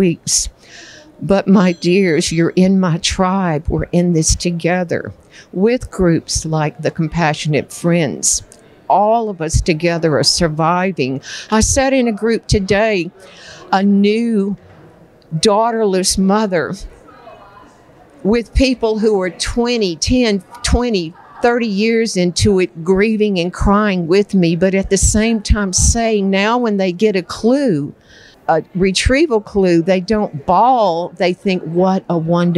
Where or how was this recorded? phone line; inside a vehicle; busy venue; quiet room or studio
busy venue